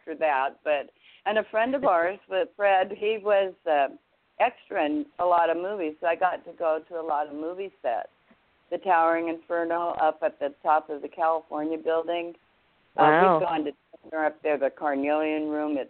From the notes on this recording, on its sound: THIS IS BOTH AN INTERVIEW AND A CALL IN SHOW